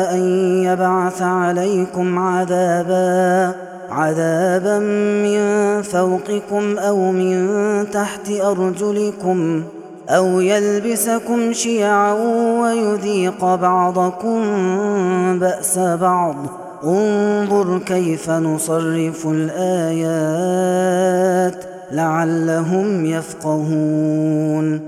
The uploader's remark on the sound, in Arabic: هذا التسجيل من صلاة التراويح. Ramadan 2021.